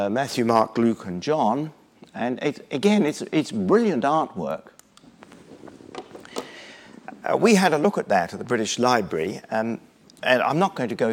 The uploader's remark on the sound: Lunch Hour Lecture on tour at the British Museum